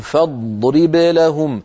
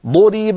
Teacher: الضاد الساكنة فيها استطالة والضاد المتحركة فيها استطالة، إلا أن استطالة الساكن أوضح